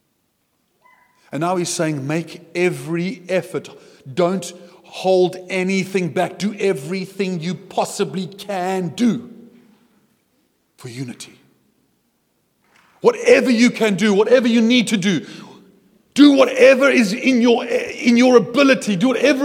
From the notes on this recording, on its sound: at Joshua Generation Church Milnerton congregation